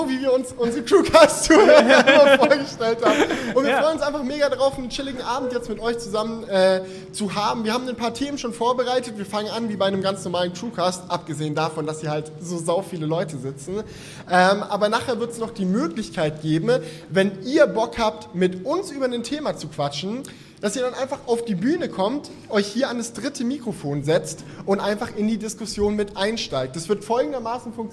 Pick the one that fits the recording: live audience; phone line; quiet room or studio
live audience